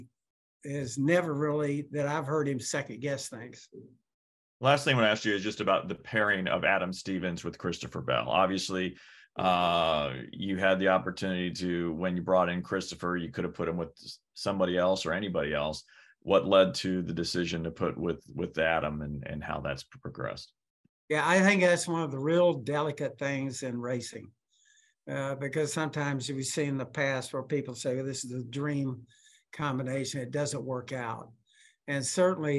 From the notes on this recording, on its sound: met with reporters via Zoom